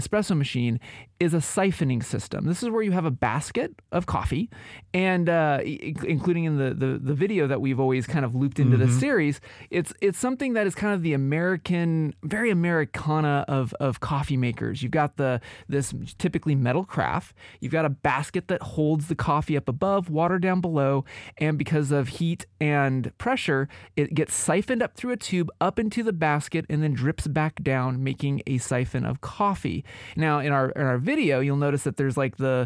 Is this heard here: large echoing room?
no